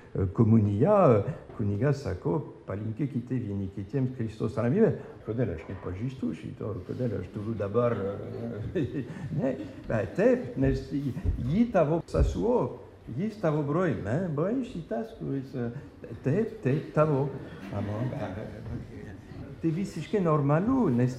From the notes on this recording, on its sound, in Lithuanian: Įrašas iš Švento Jono šeimų festivalio.